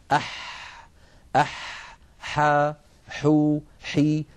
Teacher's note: حرف الحاء يا إخوة حرف عربي يخرج من وسط الحلق كما نعلم، والحاء فيها جريان للنفس وجريان للصوت.